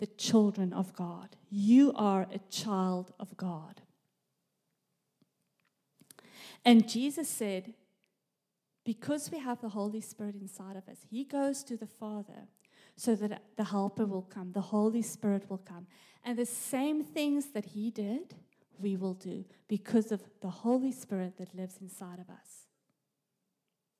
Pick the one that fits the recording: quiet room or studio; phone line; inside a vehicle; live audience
live audience